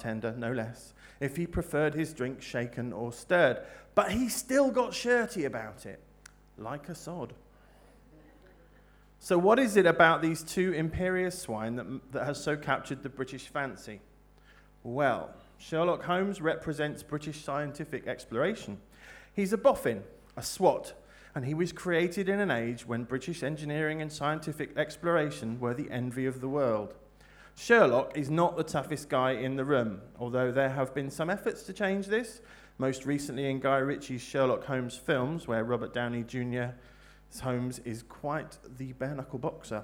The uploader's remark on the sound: Recorded live at the Brixton BookJam, a free quarterly literary event.